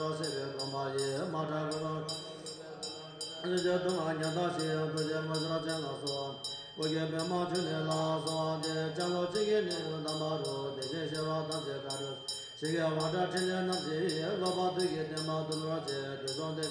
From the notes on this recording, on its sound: This field recording was made on March 2017 in Nepal in Buddhist Monastery Namobuddha. Field recordings- Nepal Buddhist Monastery Namobuddha- Monk Chant With Bells. This field recording was made on March 2017 in Nepal in Buddhist Monastery Namobuddha.